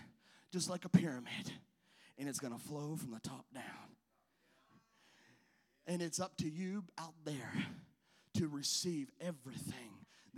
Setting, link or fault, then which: setting, large echoing room